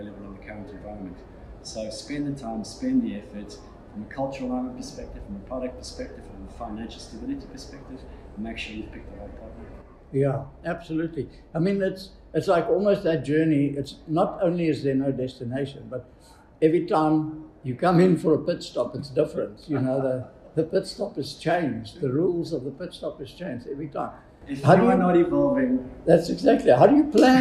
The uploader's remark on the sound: at the #AIE2023 conference